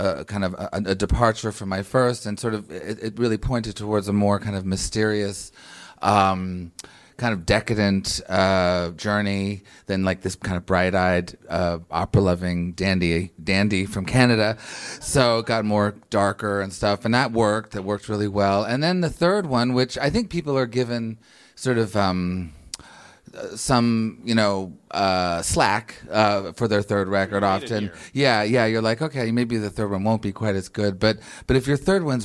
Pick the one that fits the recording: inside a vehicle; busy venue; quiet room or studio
busy venue